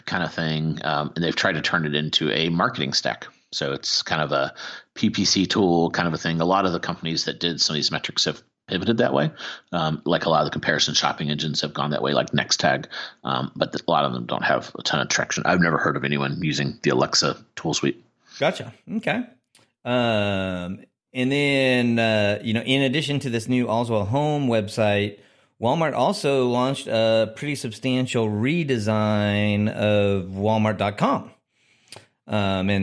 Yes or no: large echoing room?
no